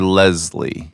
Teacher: … is correct because the S follows a vowel but precedes a consonant. So that's when you get the Z sound.